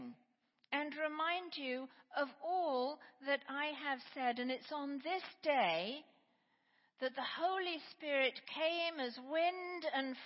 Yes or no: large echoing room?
yes